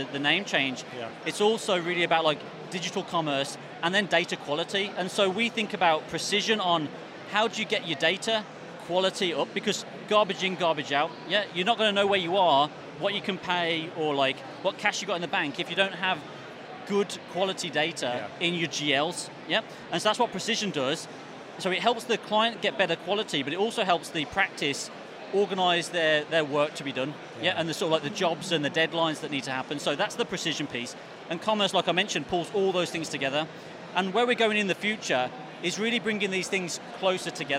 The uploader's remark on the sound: Event Special - Accountex 2023 Live Interviews